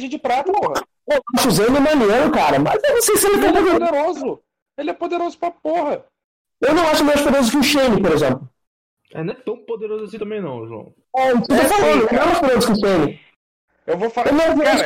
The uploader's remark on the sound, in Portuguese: A edição ta mais cagada que o normal? Esse programa foi editado mais uma vez via celular, na raça, durante a quarentena em que estamos e sem uma refinada no áudio.